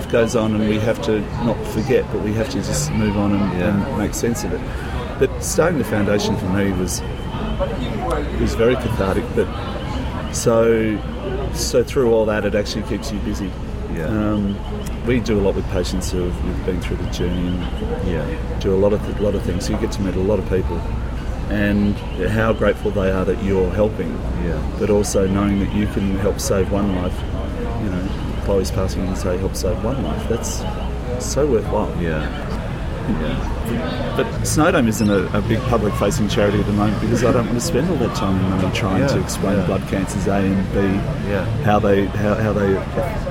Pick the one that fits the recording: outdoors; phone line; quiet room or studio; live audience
outdoors